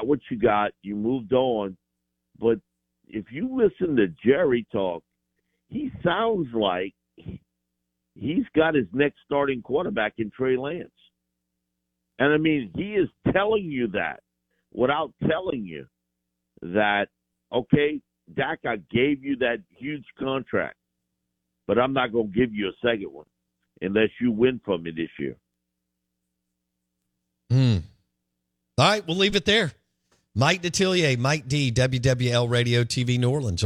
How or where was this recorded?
phone line